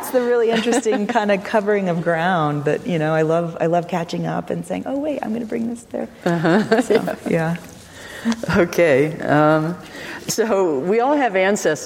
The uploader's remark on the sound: Recorded at the Lensic Theater in Santa Fe, New Mexico on February 6, 2019.